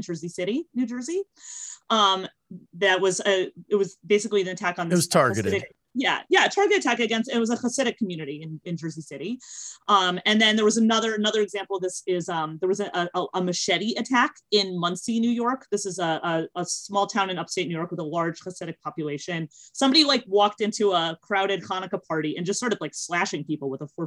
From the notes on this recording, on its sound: This live recording was made November 1st on Twitter Spaces